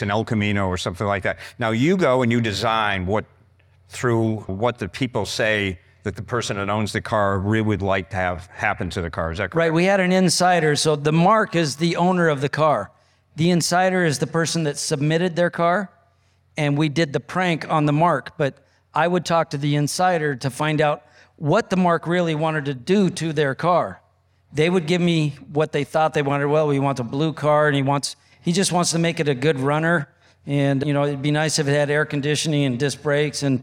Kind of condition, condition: setting, live audience